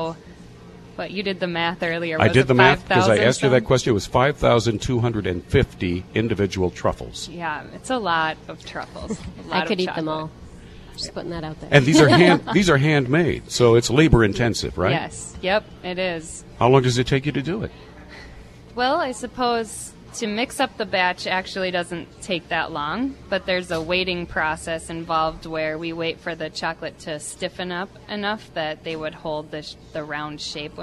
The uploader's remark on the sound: On Location at Nicole's Fine Pastry